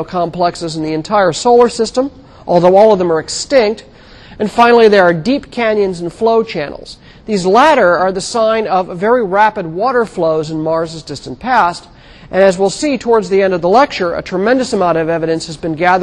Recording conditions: large echoing room